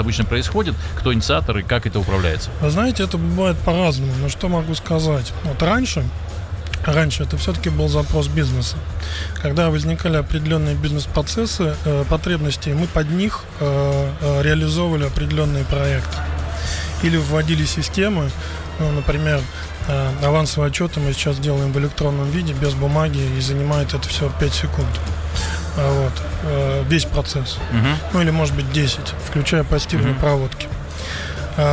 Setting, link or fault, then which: setting, busy venue